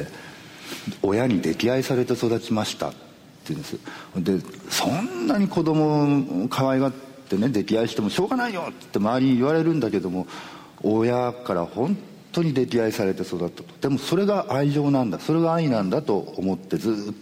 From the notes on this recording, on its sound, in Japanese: 8月24日に小豆島で「喋楽苦（しゃべらく）」と題して行われたトークイベントの模様をお送りします。